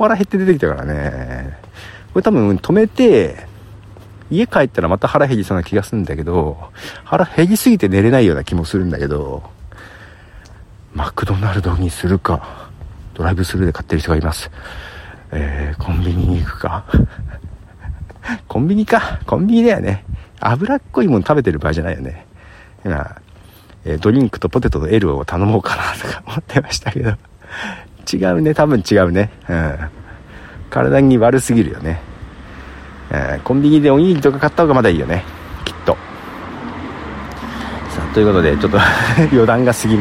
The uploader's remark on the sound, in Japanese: 深夜の散歩。そんなことを歩きながら考えてみました。